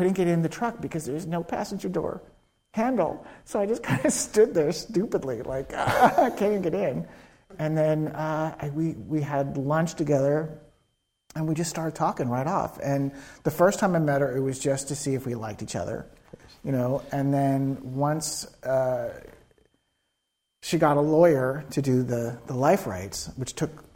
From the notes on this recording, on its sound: Before a live audience at UCSB.